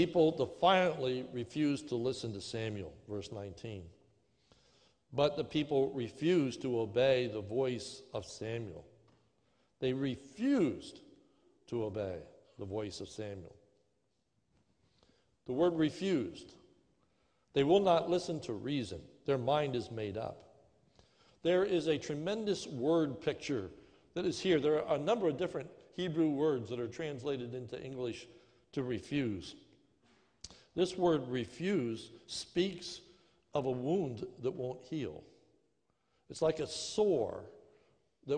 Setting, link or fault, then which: setting, large echoing room